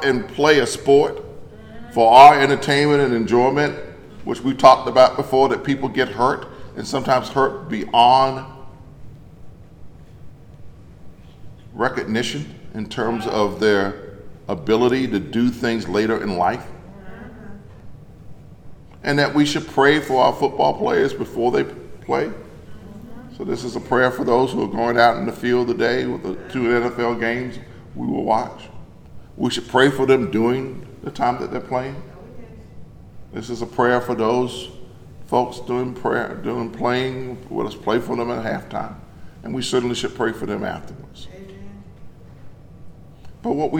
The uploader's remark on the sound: In a sermon recorded live at Greater Bethel in Athens